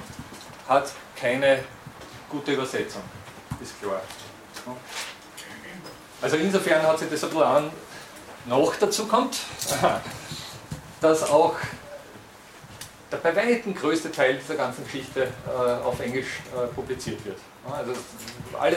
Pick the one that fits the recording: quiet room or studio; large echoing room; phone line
large echoing room